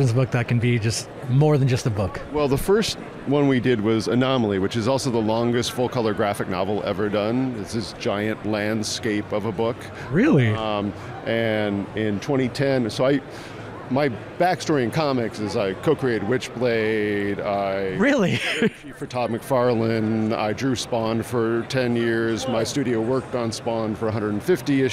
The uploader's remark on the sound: Live” from AWE XR Santa Clara